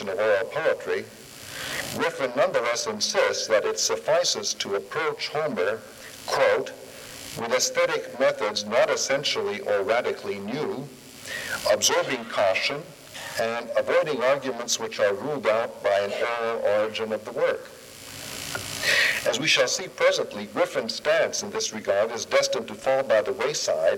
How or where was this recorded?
large echoing room